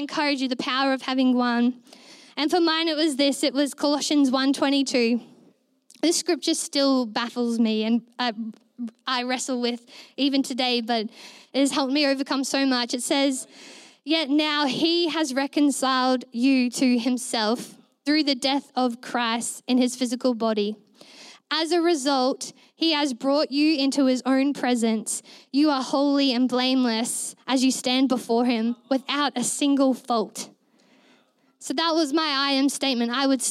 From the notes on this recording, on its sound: Recorded during our Melobourne East service on Sunday, the 3oth of April 2023